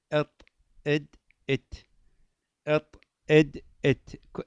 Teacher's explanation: جميعا تخرج من طرف اللسان مع أصول الثنايا العليا